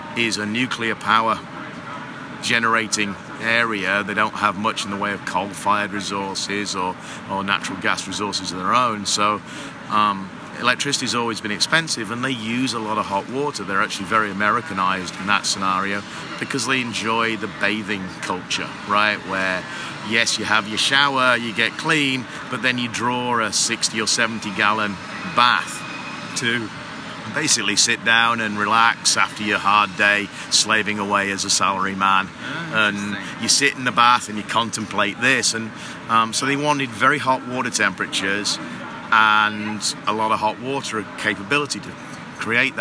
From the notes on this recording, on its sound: live on the AHR Expo floor in Chicago